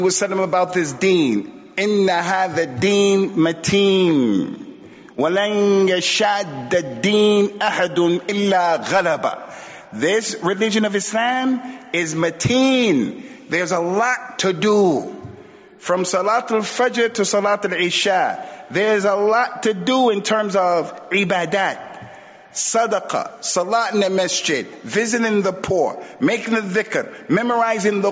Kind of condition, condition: setting, large echoing room